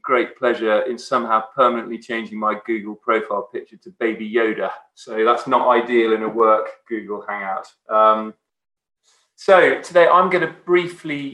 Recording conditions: video call